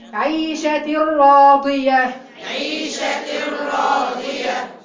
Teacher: يعني هلغي النون خالص، هلغي التنوين تماما. هدخل على الراء على طول · Term: الغام بدون غنة